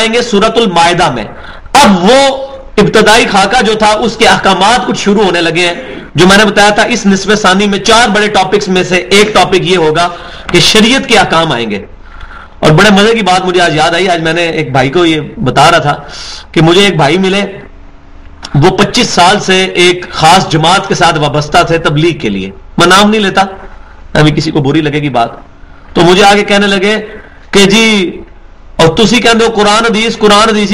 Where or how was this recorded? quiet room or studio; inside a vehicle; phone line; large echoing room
large echoing room